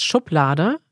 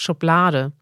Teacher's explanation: Betonung auf der ersten Silbe. · Shown in: first take